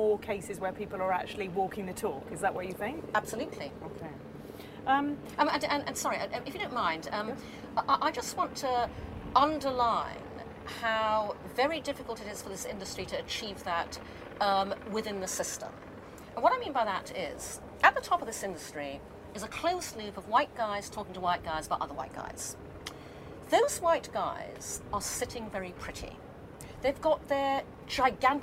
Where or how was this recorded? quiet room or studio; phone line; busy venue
busy venue